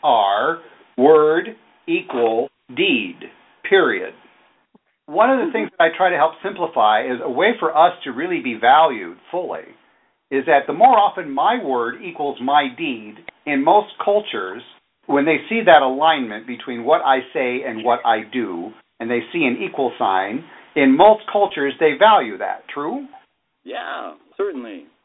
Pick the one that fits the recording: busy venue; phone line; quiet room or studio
phone line